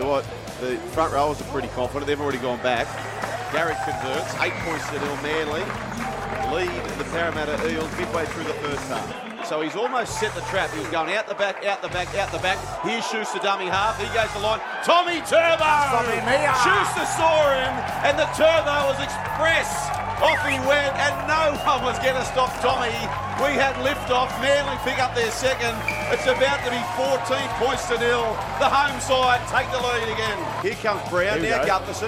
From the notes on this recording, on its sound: Live from 4 Pines Park